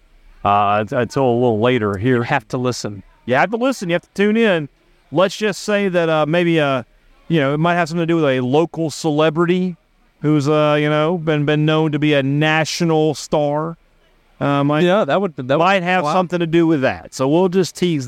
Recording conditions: busy venue